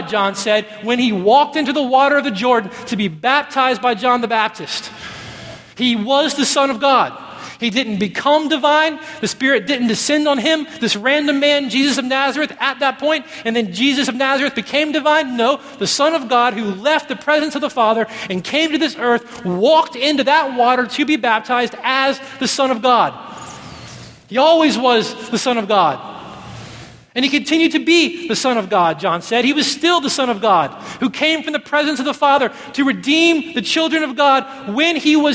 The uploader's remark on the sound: at Redemption Hill Church on Sunday, May 6th, 2012